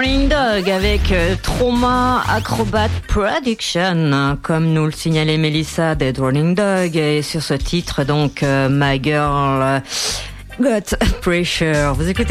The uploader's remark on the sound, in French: Reportage du festival la curieuse. Festival en soutien à Radiodio_2011.